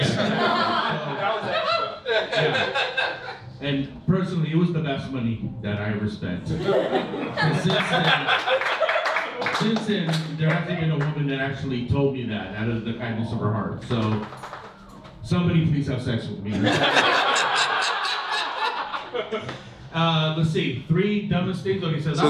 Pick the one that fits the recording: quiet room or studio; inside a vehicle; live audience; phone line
live audience